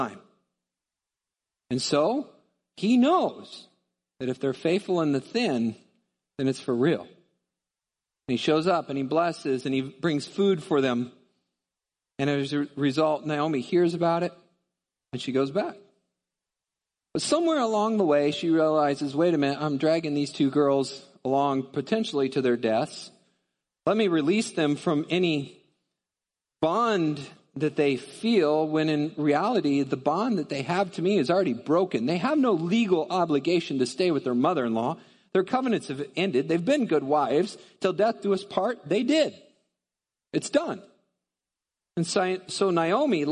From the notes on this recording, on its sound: Midland Evangelical Free Church Sermon Audio